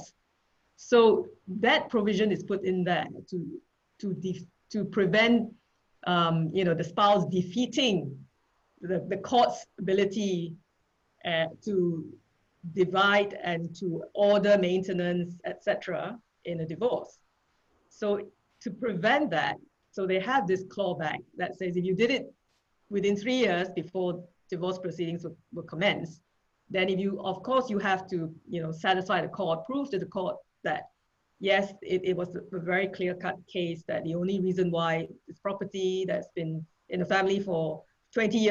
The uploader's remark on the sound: Virtual Round Table. Webinar audio recording dated 18 Aug 2020.